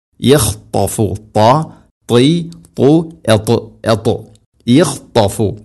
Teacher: ത ഉച്ചരിക്കുന്ന സമയത്ത് നാവിൻ്റെ മധ്യഭാഗം അണ്ണാക്കിലേക്ക് ചേർന്ന് നിൽക്കണം. അത് പ്രധാനപ്പെട്ട ഒരു സിഫത്താണ് ഈ തുബാഖ എന്ന് പറയും.